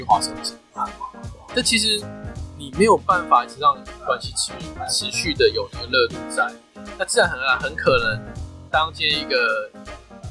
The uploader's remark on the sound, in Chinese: 本集音檔為 2019 年錄製，錄製時收錄較多環境雜音，已降噪處理加上背景音樂